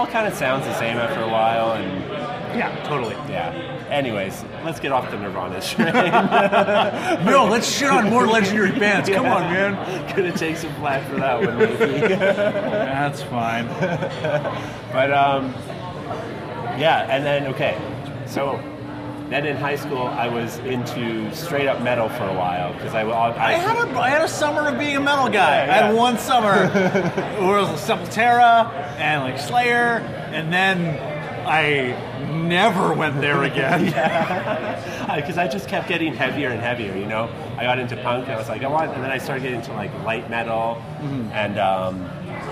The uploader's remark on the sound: This podcast was recorded on location at Prairie Dog Brewing.